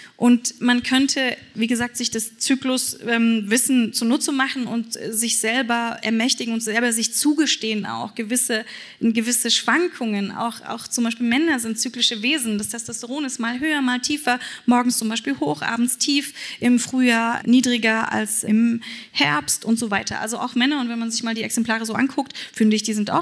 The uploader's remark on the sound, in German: Live auf der Re:publica